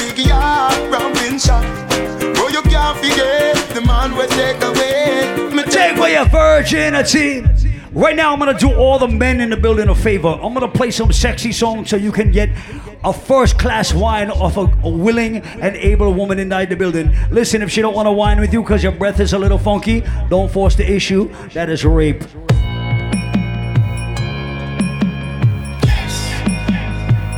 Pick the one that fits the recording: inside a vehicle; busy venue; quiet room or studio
busy venue